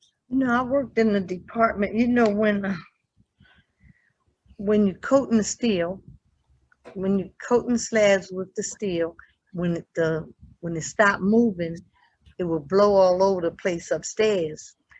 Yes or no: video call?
yes